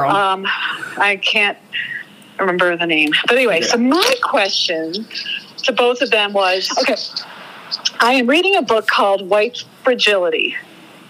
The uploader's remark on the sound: Chat on the phone before and after the latest Vice President Debate.